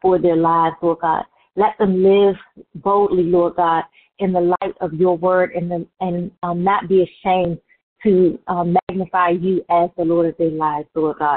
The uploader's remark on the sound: Conference Call